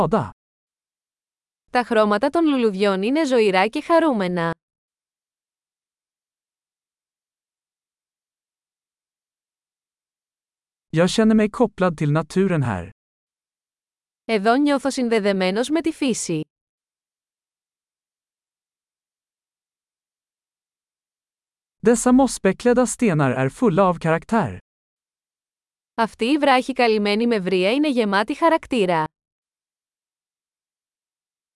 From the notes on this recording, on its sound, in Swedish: Ljudet av den porlande bäcken är terapeutiskt.